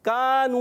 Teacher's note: काफ को बारीक रखेंगे